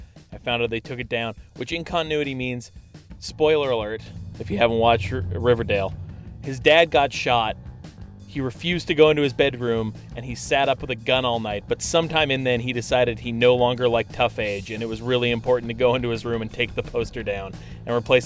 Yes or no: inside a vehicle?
yes